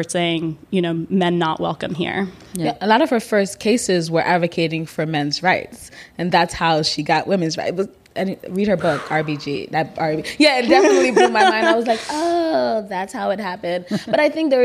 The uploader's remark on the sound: record live from The Hamilton.